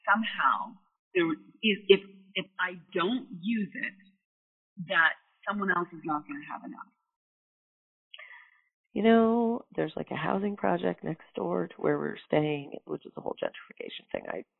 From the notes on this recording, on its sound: All of these coaching calls have been recorded with permission from my clients. Please be aware that these are not studio recordings and the sound quality may vary.